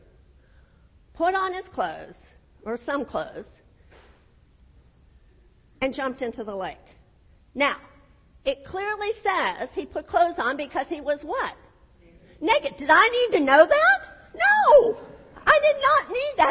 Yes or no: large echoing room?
yes